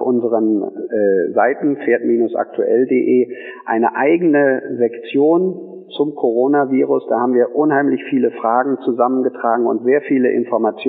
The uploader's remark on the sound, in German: Im Telefoninterview